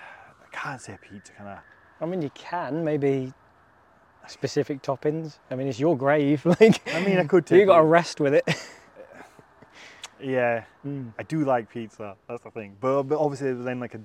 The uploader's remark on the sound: This Week I'm in York at the Jorvik Viking Festival